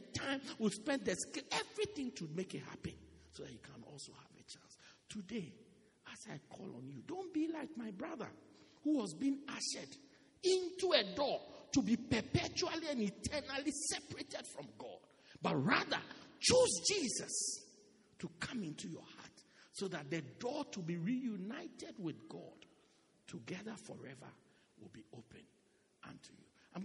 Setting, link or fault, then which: setting, large echoing room